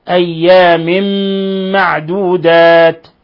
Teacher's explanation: إذن قوله تعالى في أيام معدودات، مد منفصل لانفصال حرف المد عن الهمزة في كلمة أخرى، أيام معدودات، تنوين كسر جاء بعده الميم، الحكم التجويدي إدغام بغنة